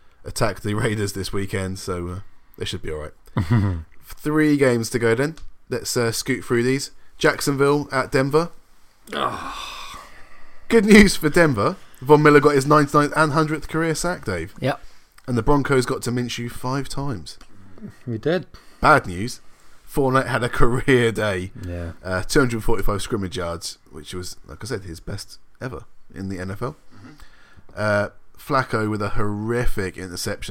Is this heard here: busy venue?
no